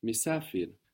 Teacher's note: You might also notice that the word doesn't harmonize in itself. Misafir. We have the I's with the dots and an A.